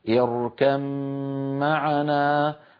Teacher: كذلك في قوله تعالى في إدغام الباء في الميم وهو الحالة السابعة، حفص من طريق الشاطبية في قوله تعالى اركب معنا يدغم الباء في الميم ويصير النطق بميم مشددة، هكذا اركب معنا، فإذا وقف بين الباء وأظهرها وقلقلها اركب. · Term: الإدغام